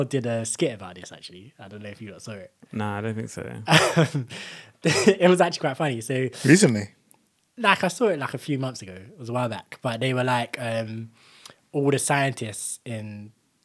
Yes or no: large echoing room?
no